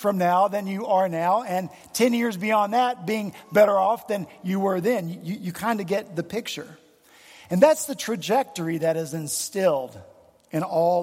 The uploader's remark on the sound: The pews were filled at Redeemer Presbyterian Church in Charleston, SC